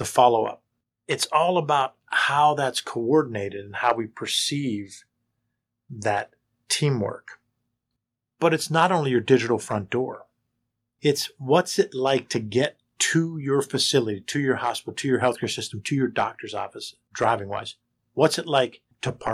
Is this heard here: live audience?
no